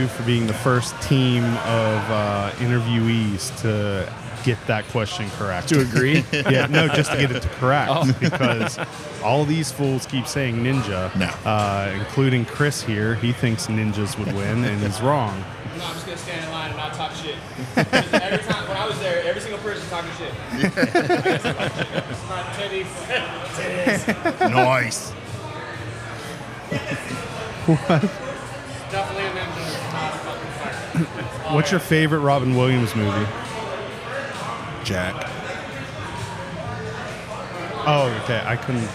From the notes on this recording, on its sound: This is the second of three episodes recorded at Xul Beer Company during the weekend of their Kill The Lights festival.